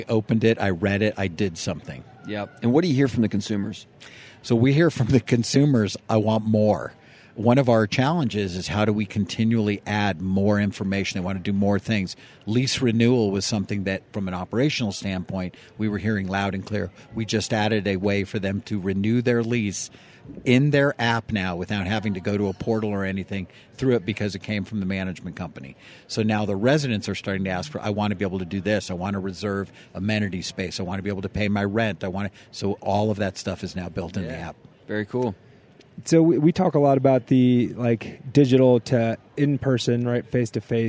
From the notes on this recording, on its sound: This week’s episode of The Bridge is coming at you live from the National Apartment Association in Denver!